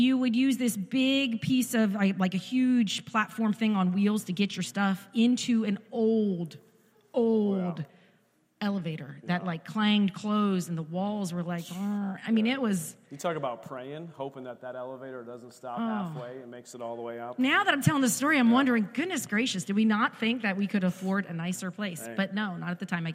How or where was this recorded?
large echoing room